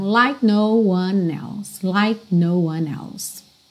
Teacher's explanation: É like, mas o E não é pronunciado e o próprio K não ganha aquela atenção toda.